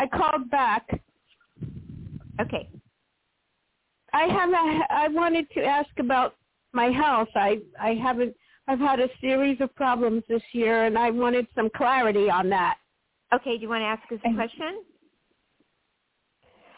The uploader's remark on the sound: THIS SHOW WAS PREVIOUSLY RECORDED. Previously recorded callers.